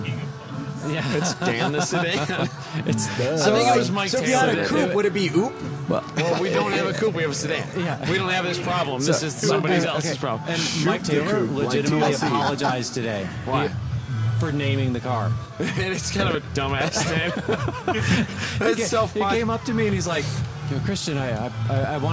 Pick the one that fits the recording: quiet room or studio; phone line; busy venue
busy venue